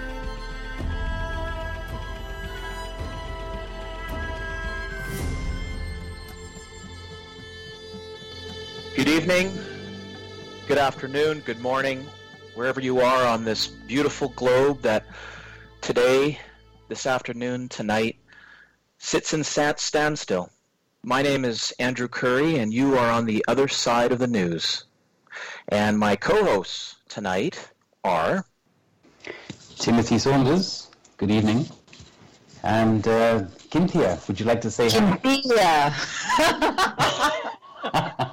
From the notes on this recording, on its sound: We regret that we had recording difficulties and that approximately the first 32 min are over-modulated/’hot’.